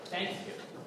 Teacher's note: puts the emphasis on thanks, so Thanksgiving.